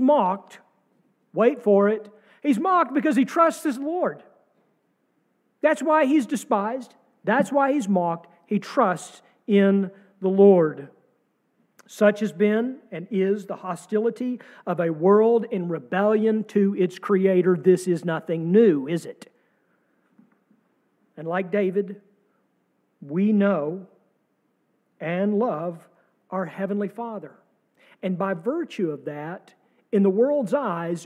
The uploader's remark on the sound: sermon from our service on April 2, 2023